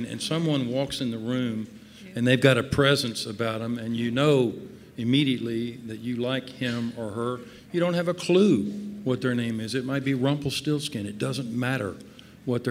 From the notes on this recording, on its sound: This talk was recorded by Heritage Radio Network as a part of RAW Wine NYC 2019's Speakers' Corner